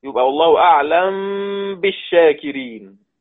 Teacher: ميم ساكنة بعدها باء، سيكون إخفاء، سيكون إخفاء طبيعي بديهي تلقائي · Term: الإخفاء الشفوي